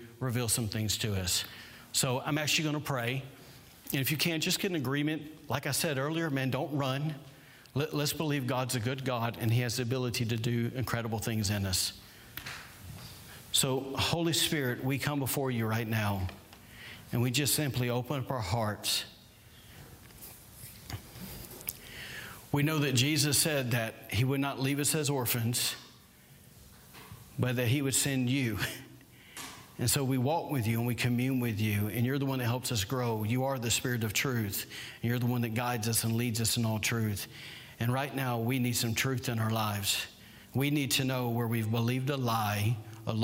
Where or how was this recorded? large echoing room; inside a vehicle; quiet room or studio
large echoing room